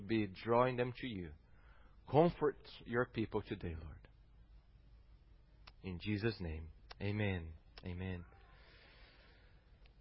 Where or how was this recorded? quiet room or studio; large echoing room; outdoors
large echoing room